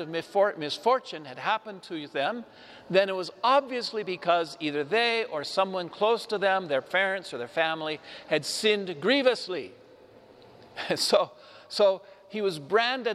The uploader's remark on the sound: Homily delivered to the Saint Francis Catholic Community of Cuenca, Ecuador, (Iglesia de San Francisco).